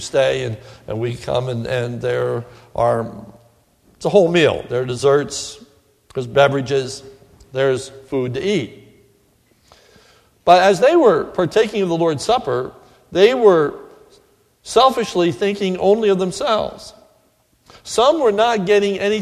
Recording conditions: large echoing room